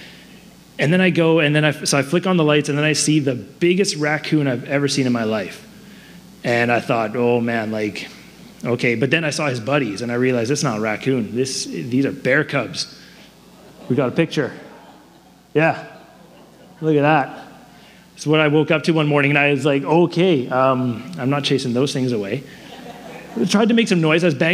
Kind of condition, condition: setting, large echoing room